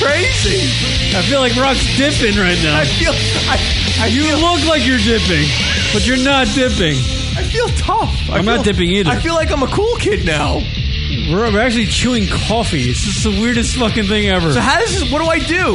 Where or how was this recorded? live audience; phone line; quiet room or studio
phone line